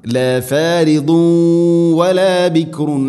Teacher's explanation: അതോടൊപ്പം തൻവീനു ശേഷം വ എന്ന അക്ഷരം ഇവിടെയുണ്ട്, ഇദ്ഗാം ബിഗുന്ന. തൻവീനിനെ വ എന്ന അക്ഷരത്തിലേക്ക് ഇദ്ഗാം ചെയ്യണം, കൂട്ടി ലയിപ്പിച്ച് മണിച്ചുകൊണ്ട് ഉച്ചരിക്കണം. ല ഫാരിദു വല ബിക്റുൻ അവാനുൻ ബൈന ദാലിക്, ഇവിടെ മണിച്ചുകൊണ്ട് ഉച്ചരിക്കണം.